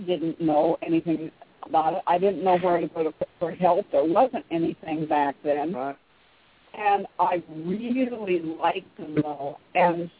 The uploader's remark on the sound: We will open the phone lines for your calls in the second half.